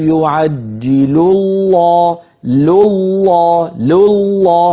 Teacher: فننتقل من لام مرققة إلى لام مفخمة مشددة. كمان هذا الأمر بحاجة إلى انتباه وإلى رشاقة في الانتقال.